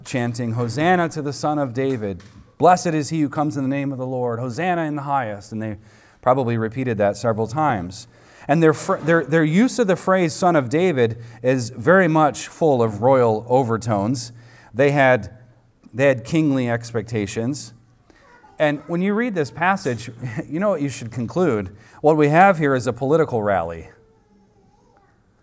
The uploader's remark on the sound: recorded on Sunday, April 2nd, 2023, at the weekly worship gathering of Cross & Crown Church